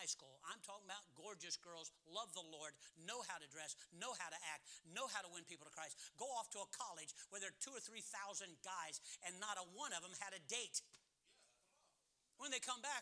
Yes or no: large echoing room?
yes